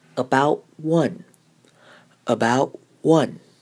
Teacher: 我们会把 t 的声音几乎不念出来，而是在 about 跟 one 之间做一个小停顿，来表示它是两个字